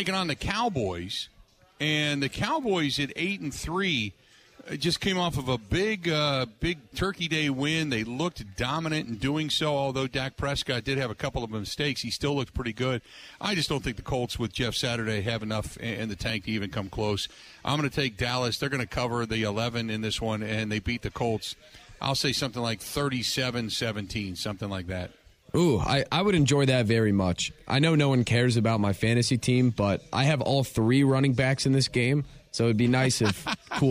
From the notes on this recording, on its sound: live at Kelly's Bleachers